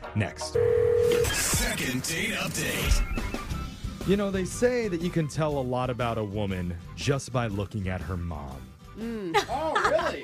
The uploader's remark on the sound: The woman on the phone today